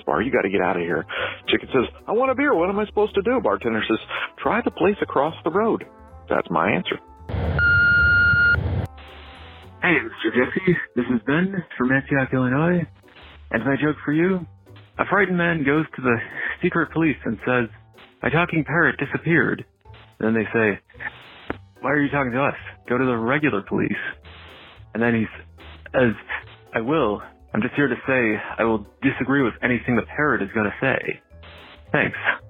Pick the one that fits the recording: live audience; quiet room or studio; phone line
phone line